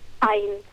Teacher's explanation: Vor jedem Vokal machen wir einen Verschluss unserer Stimmbänder. · Term: Knacklaut